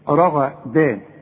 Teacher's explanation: الراء عندك مفخمة، الغين مفخمة